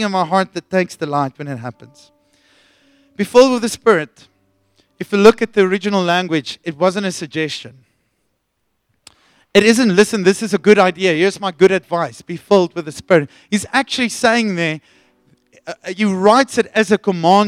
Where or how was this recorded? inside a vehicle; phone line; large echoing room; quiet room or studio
large echoing room